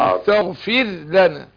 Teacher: ما فيش ادغام هنا. اقول استغفر الراء مرققة وبعدين اجيب اللام